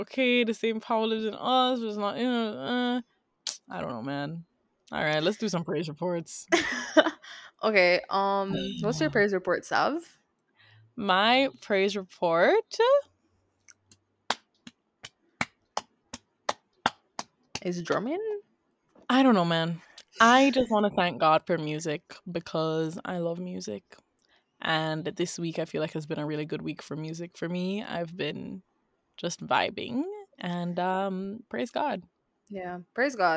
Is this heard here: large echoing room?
no